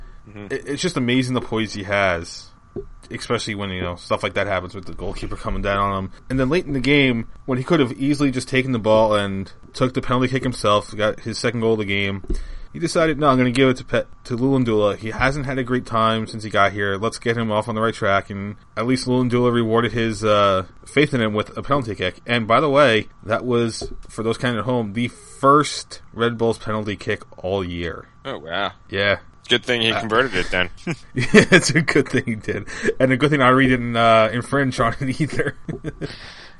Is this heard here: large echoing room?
no